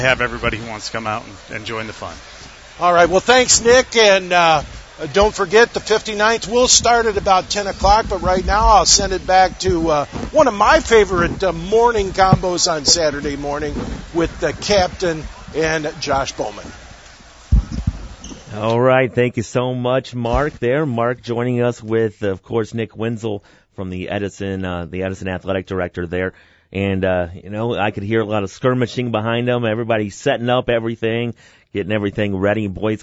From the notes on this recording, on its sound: Live from the Edison Invitational Wrestling event.